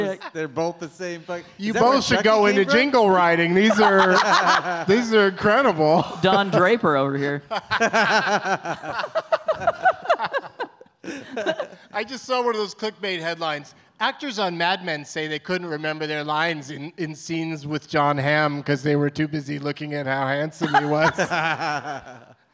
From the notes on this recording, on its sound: Live from the Come and Take It Fest in Houston